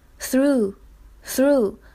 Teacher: 开头的 th 字母组合呢，发的是咬舌音 · IPA: [θru:]